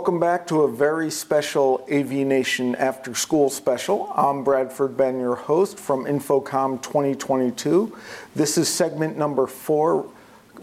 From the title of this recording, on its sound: Live From InfoComm 2022